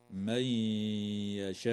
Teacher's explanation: وتدغم النون الساكنة في الياء مع الغنة